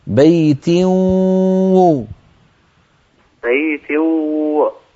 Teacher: انتبه إلى نطق غنة بالإضافة إلى الواو · Term: الإدغام بغنة